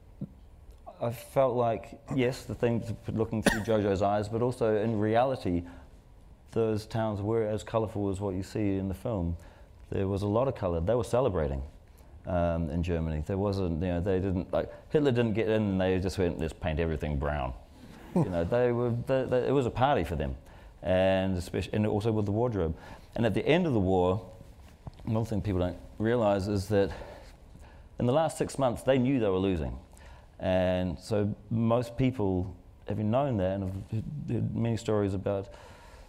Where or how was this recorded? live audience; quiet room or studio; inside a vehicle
live audience